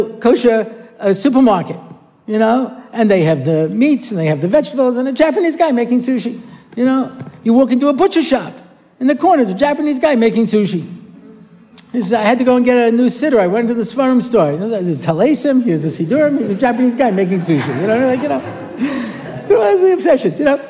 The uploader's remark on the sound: A new parasha shiur, recorded at the Motzei Shabbos Har Nof shiur.